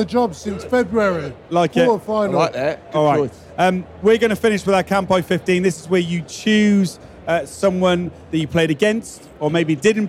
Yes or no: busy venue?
yes